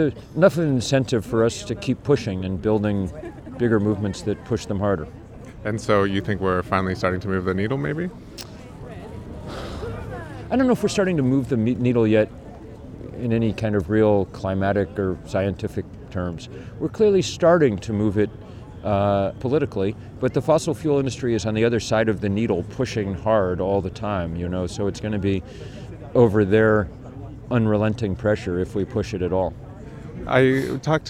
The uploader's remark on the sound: A mass mobilization of over 10,000 climate activists gathered near the Arc de Triomphe and marched to the Eiffel Tower. We went down to hear the sounds and meet some of the people taking part.